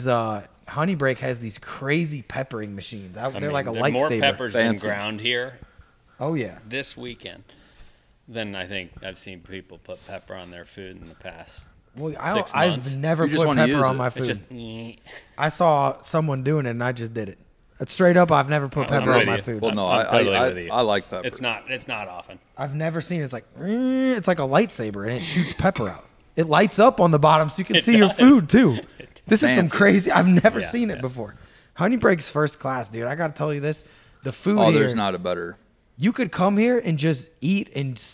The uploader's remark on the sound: This week we are live from Honey Brake Lodge in Jonesville, Louisiana in the midst of a big time duck camp.